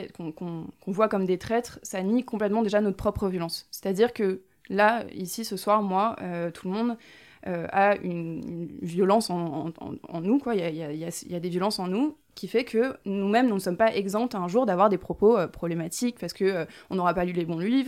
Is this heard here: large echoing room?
no